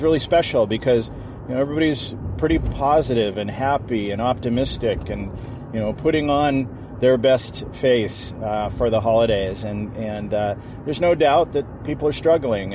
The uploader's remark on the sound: I’m just driving home from a meeting